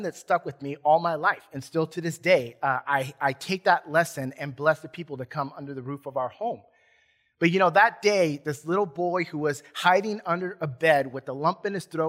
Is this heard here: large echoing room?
yes